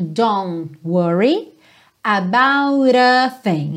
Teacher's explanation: nesse don't worry, é muito comum a gente não ouvir esse T final do don't, right? Já junta no N mesmo, don't worry about a thing.